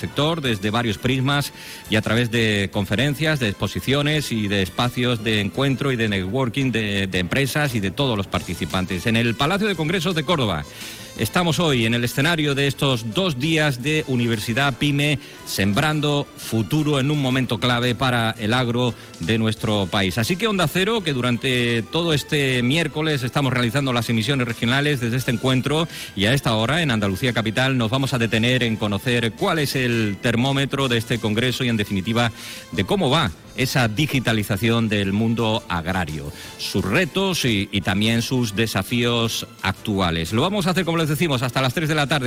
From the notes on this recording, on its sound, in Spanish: Hoy programa en directo desde Córdoba con motivo de la celebración del Congreso Sembramos futuro.